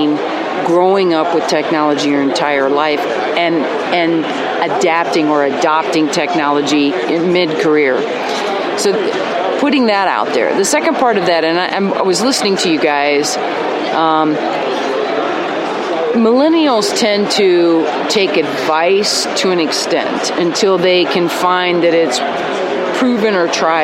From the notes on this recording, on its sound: Fusion 16 podcast from the Expo Hall floor at the MGM Hotel in Las Vegas, Nevada recorded on November 2, 2016